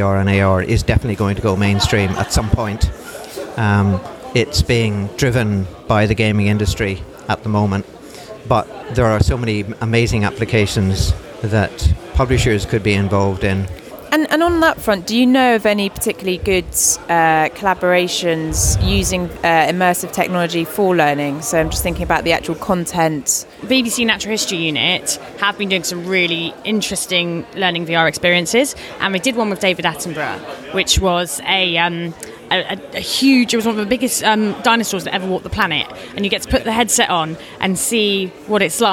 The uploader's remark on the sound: Recorded at Futurebook. Recorded at ‘Edtech for publishers’ at FutureBook '16.